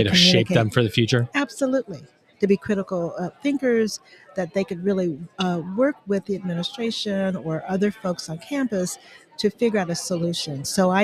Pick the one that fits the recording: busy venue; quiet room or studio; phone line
busy venue